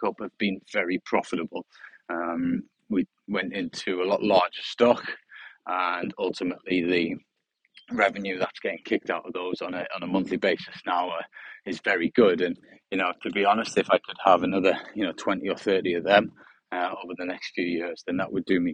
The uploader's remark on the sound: On A Sunny Morning Walk